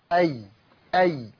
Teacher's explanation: فلو قلت عن الياء أي عرفت أن مخرج الياء الشجرية من وسط اللسان